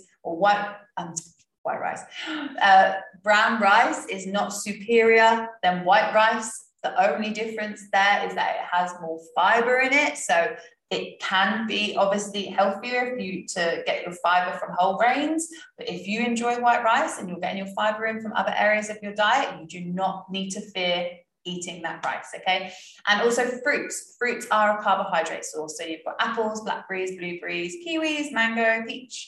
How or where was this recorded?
video call